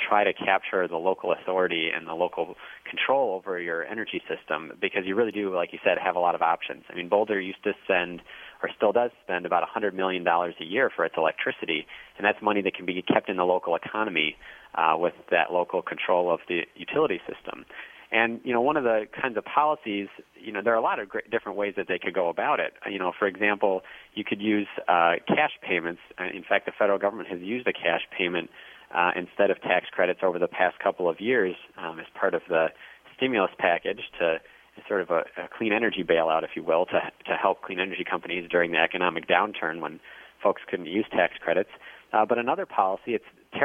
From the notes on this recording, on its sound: joined us by phone